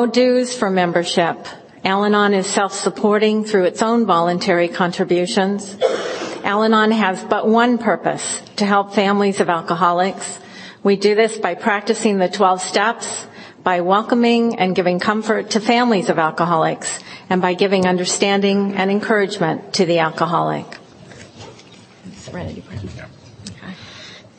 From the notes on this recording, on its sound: In this recording from an IDAA (International Doctors in AA) conference in 2004